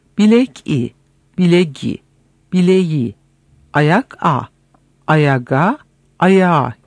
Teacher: K ve işaretli K'de ise hem sedalılaşma hem de yumuşama olur. İki vokal arasında kalan K ve işaretli K önce sedalılaşarak yerlerini kendi sedalıları olan G ve işaretli G'ye bırakırlar. Fakat bununla kalmayarak sonra hemen yumuşar ve yumuşak G, yumuşak G yani Y ve yumuşak G şekline geçerler.